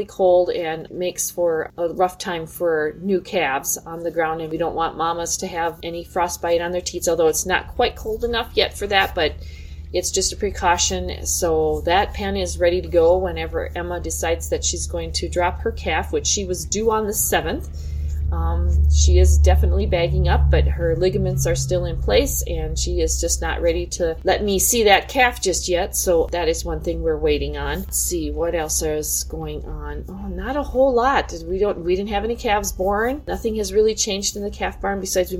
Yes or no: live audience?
no